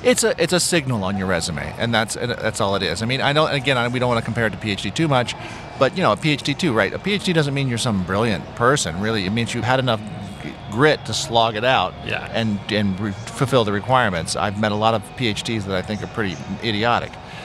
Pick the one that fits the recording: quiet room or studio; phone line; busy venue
busy venue